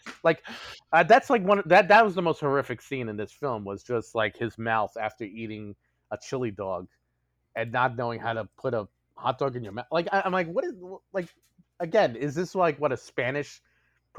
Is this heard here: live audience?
no